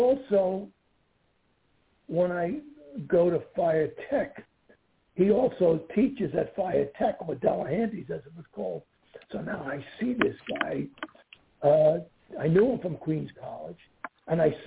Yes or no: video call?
no